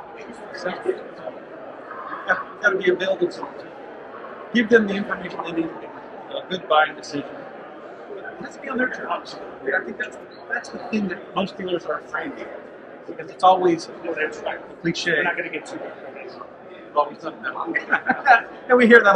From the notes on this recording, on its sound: Doing a special "Ambush Interview" at Driving Sales in Las Vegas for the Auto Hub Show.